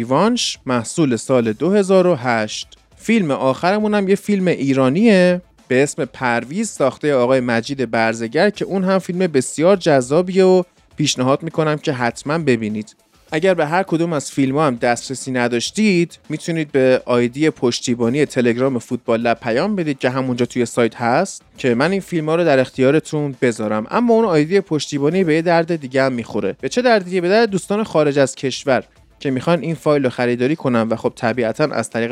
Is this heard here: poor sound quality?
no